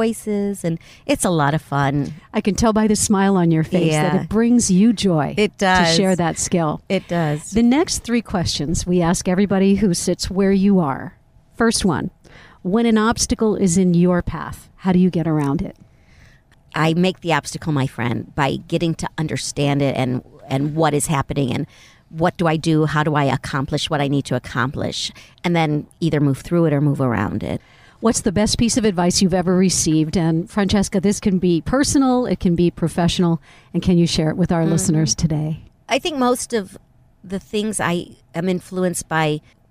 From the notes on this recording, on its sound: Recorded in my rental car, in the parking lot of a hotel beside a highway in Thousand Palms, California.